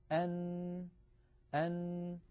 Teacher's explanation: عندما يقرع طرف اللسان منطقة اللثة يخرج حرف النون هكذا، أن فبعد أن يقرع مخرج طرف اللسان ما يحاذيه من اللثة من غار الحنك الأعلى، ينقفل كل هذا المكان ولا يعود يمر من هذا المكان ولا ذرة صوت، فيتحول الصوت عن طريق التجويف الأنفي وهو ما يسمى بالخيشوم، فيخرج الصوت عن طريق فتحتي الأنف. إذن حرف النون يتألف من جزئين رئيسين، الجزء الأول طرف اللسان يقرع ما يحاذيه من غار الحنك الأعلى، بعد هذا القرع ينحبس الصوت في هذا المكان ويتحول المجرى عن طريق الخيشوم، فمجموع هذين العملين يشكل حرف النون.